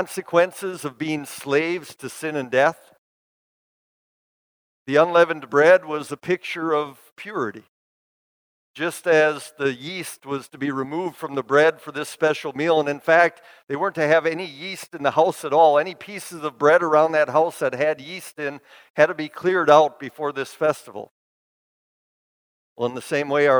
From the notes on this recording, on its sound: Bethany, Appleton, WI. Preached this sermon at Bethany's Maundy Thursday worship.